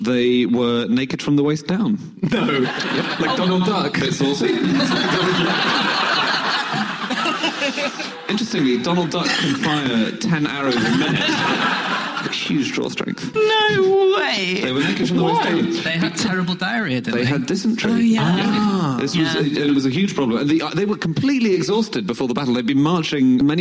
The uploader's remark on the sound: Live from the Gulbenkian theatre in Canterbury